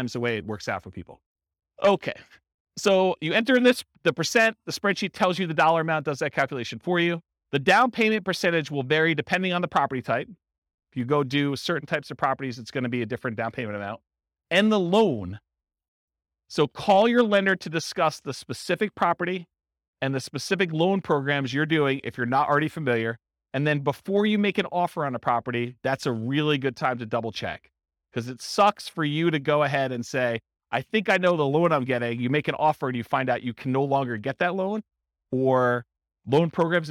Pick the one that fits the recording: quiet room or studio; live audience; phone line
live audience